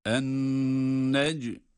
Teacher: Nun da şedde var. En-necmü, necmü derken cim, kalkale sıfatı sebebiyle sesi patlatıyoruz.